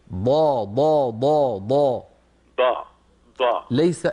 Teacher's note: ليس من طرف اللسان بل من من هنا، من حافتي اللسان · Term: الضاد